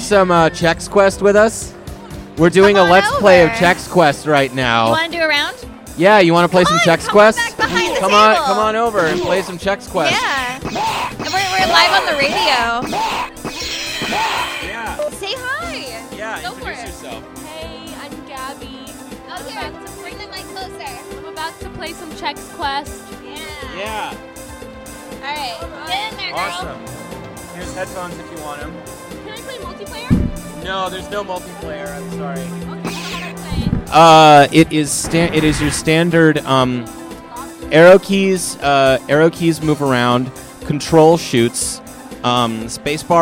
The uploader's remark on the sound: Live from INTERNET YAMI-ICHI